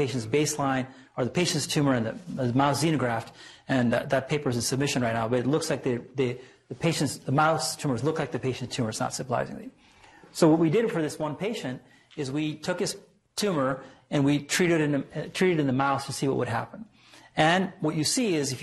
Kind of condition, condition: setting, large echoing room